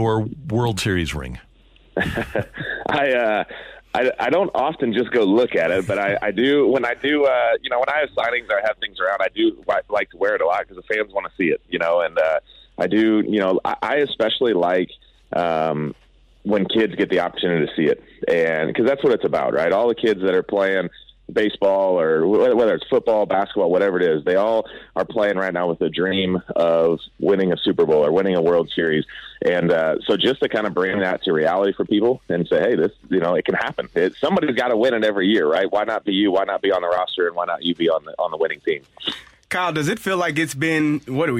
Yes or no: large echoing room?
no